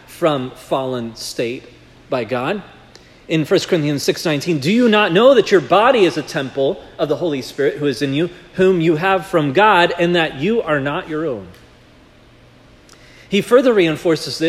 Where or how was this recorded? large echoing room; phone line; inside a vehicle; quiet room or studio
large echoing room